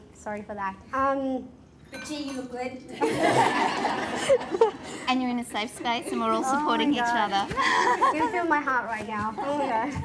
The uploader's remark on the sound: A live broadcast of The Style Edit , the fundraising event. A live broadcast of The Style Edit , the fundraising event I hosted and produced in association with DFS Sydney and in celebration of International Women’s Day.